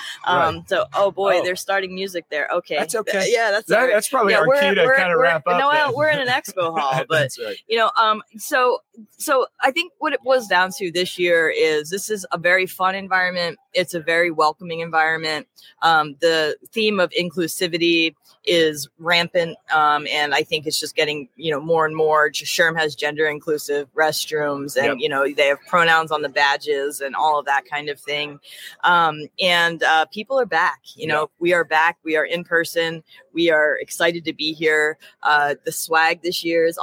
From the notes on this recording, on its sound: Live from SHRM 2023, it's The People Purpose Podcast. Recorded our episode from inside the expo hall at the SHRM annual conference in Las Vegas.